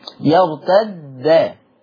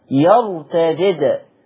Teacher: حفص قرأ بدال مشددة مفتوحة · Shown in: first take · يرتد، بينما ورش عن نافع قرأ بدال أولى مكسورة، فك التشديد بقى، ورش فك التشديد، يعني الدال المشددة دي هيفكها ورش.